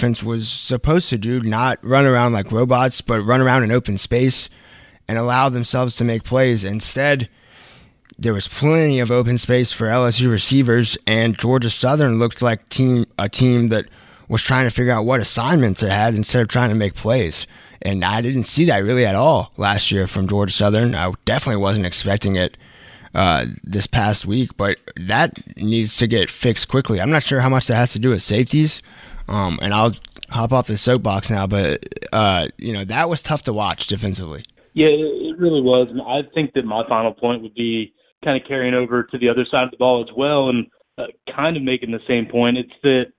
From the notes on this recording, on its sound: joined over the phone